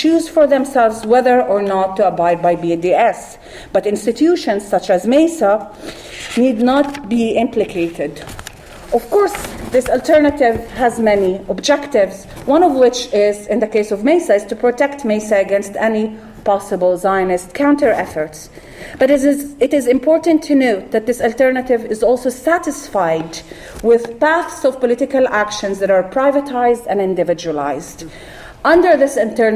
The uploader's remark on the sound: This panel was held on November 19th, 2017 at the Middle East Studies Association's (MESA) annual conference.